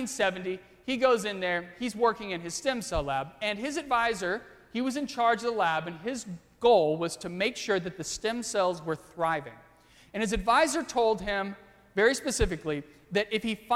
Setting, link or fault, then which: setting, large echoing room